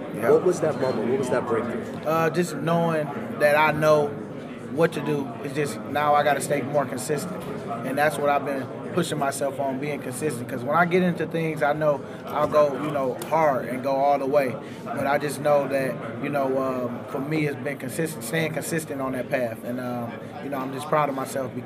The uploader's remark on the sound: Live from Super Bowl LII in Minneapolis